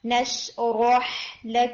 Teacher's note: और फिर जब हम वर्ड पढ़ेंगे नश रो हैवी होगा, हा आपका फिर लाइट हो जाएगा